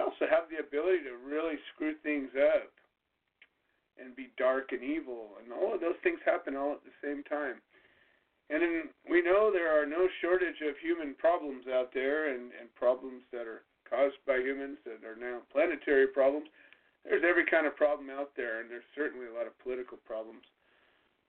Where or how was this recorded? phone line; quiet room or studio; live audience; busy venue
phone line